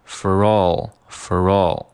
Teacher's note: for 和 all 也可以进行连读，读成 for all, for all. For 首先会被弱读成 for, for.然后呢，在读 for 的时候，你的舌尖是卷起来的，再加上后面的这个 all。你在读 all 的时候呢，舌尖是需要顶到你的上牙床。所以说，在你舌尖卷起来到上牙床的这个过程中，你就会发出一个 roll，roll，这样的一个音